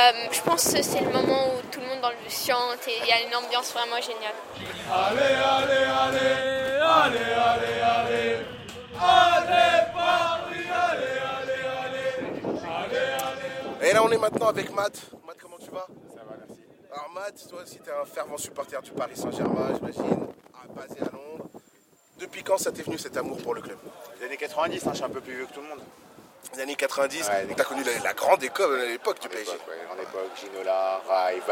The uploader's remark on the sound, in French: Les conditions venteuses peuvent affecter la qualité audio par moments.